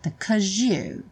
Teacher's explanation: Aqui é muito comum, no caso 'cause, que é a forma curta do because, ganhar na junção com you um som de J.